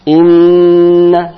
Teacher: Inna nun bertasdid tanpa ditekan, namun dia ditahan dua rakaat dan berdengung. Inna, nam, jangan inna, tapi inna.